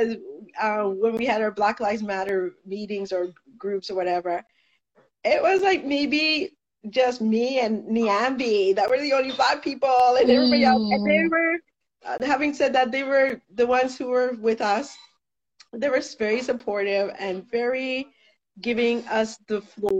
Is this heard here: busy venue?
no